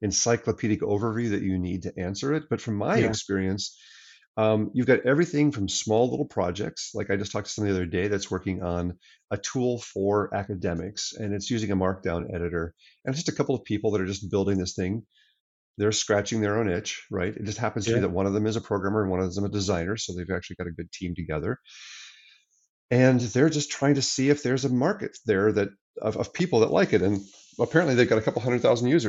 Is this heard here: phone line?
no